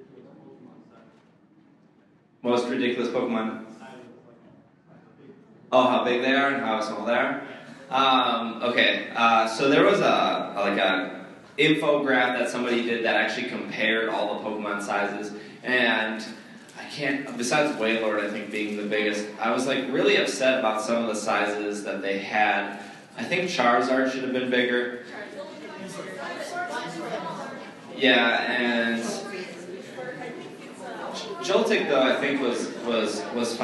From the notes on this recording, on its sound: This show took place on April 27th, 2014 and had an audience of up to 300 people.